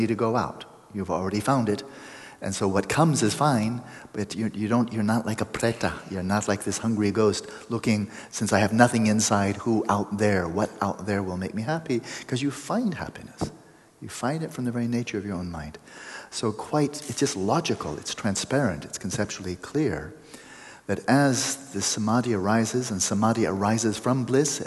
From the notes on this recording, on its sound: We passed the microphone around so there are a lot people giving their experience and asking their own questions this time.